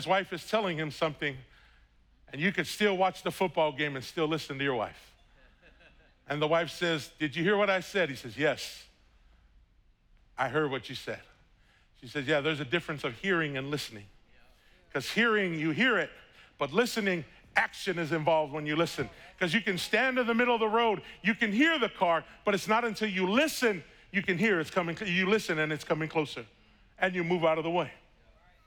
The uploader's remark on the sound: Was preached on August 1st at the 11:30AM service.